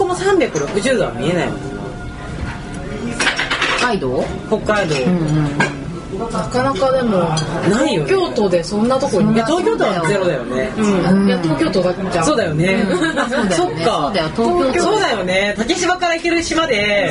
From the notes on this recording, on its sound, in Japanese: 今回の収録は野外だった為、聞きづらいところが多々あ。